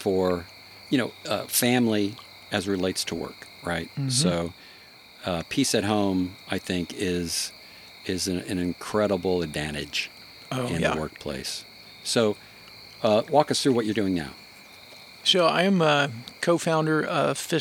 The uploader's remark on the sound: fire pit in Suwannee, GA